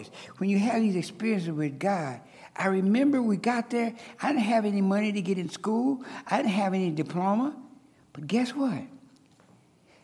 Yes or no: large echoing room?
yes